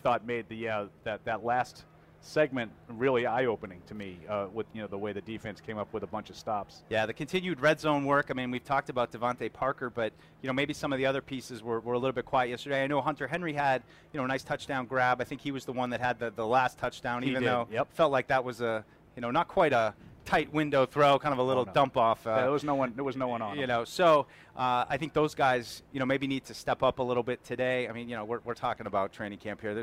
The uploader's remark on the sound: Live Show. We were live for Day 3 of Patriots Training Camp.